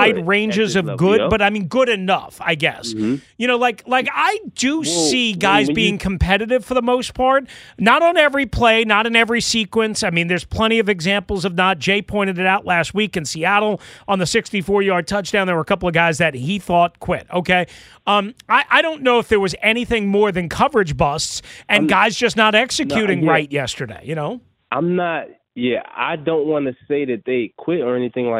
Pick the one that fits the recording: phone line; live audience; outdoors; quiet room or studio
phone line